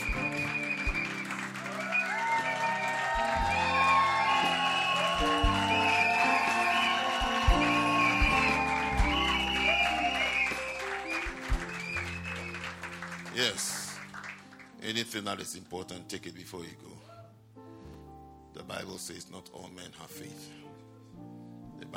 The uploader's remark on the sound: at the Lovely Voice xPerience - First Love Church, London.